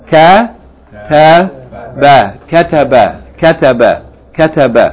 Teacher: Kaf with fatha. Ta with fatha and ba with fatha should be pronounced evenly, three short vowels.